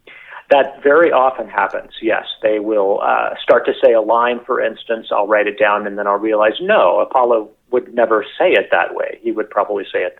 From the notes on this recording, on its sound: called in for a chat